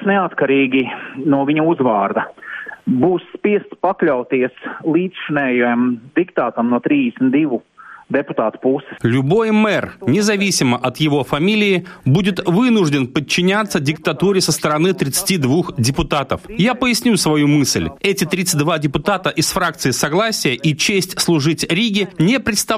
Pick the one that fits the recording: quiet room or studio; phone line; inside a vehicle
phone line